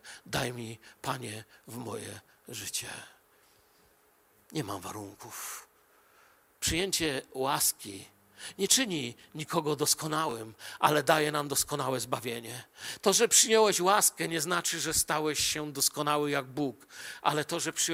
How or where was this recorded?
large echoing room